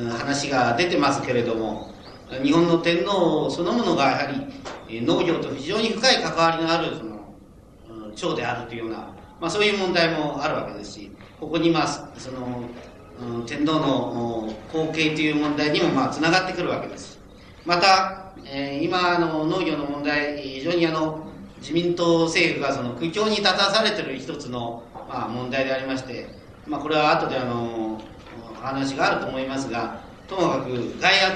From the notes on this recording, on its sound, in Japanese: 場所：長岡短期大学。講演は午前をかけて行われ、 午後の討議・質疑応答を含め 約３時間半にわたる全編収録。音源は主催者提供。客席から録音。